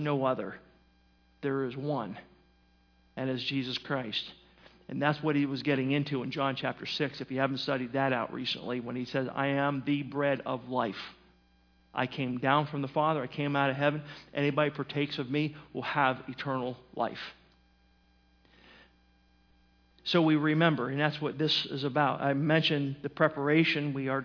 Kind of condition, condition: setting, large echoing room